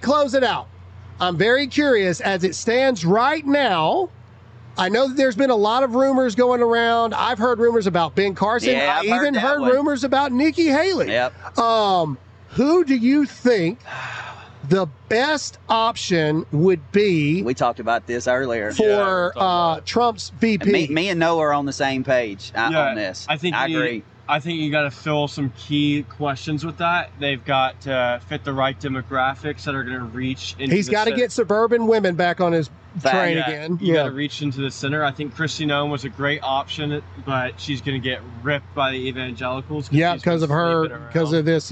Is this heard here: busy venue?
yes